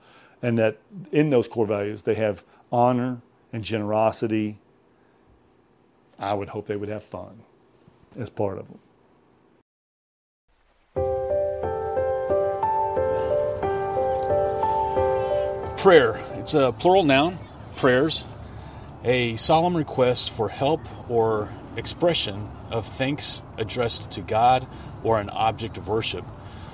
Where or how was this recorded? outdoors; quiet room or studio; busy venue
outdoors